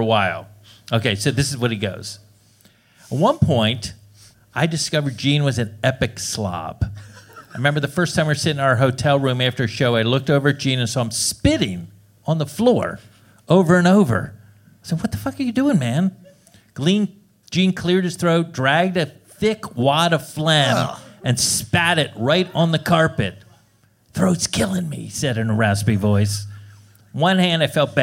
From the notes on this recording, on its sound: This show was recorded in front of a LIVE audience on January 20, 2017 at Doc's Lab in San Francisco, CA as part of SF Sketchfest.